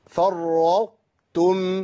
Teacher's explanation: الادغام يبقى ناقص، بدخل الطاء في التاء لكن مع بقاء صفه من صفات الطاء · Term: تاء مفخمه